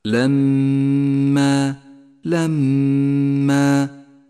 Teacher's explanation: المثال التالي لاحظ الميم المشددة الخضراء في كلمة لما لما. قف عندها بغنة زمنها حركتان لأنها مشددة